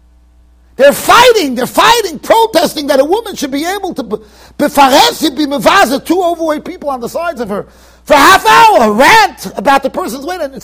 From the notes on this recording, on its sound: Shiur recorded in Yeshivas Ohr Reuven, Monsey NY.